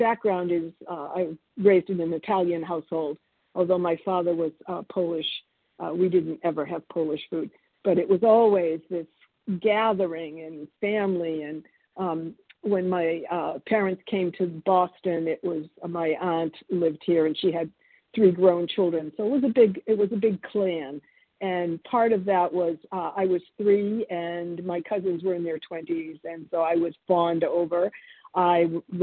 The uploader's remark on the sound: 100 Pounders Phone Meeting